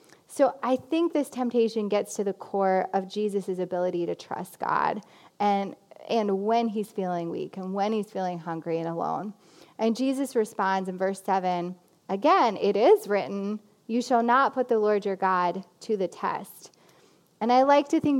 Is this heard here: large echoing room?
yes